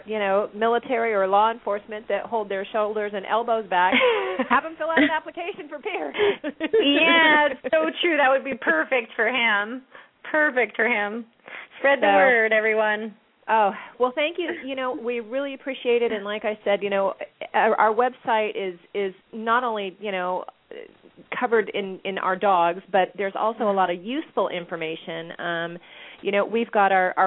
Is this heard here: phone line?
yes